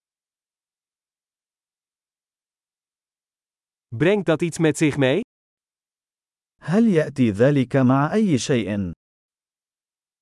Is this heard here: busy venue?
no